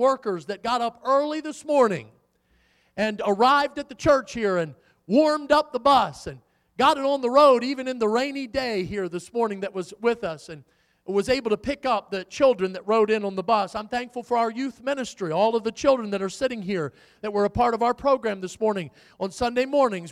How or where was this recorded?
large echoing room